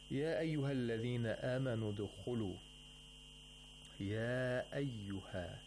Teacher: So it's matul munfasil, and you can lengthen it to 2, 4, or 5 vowel counts.